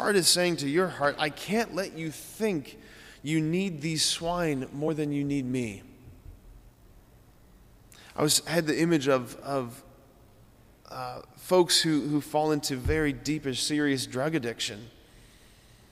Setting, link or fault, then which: setting, large echoing room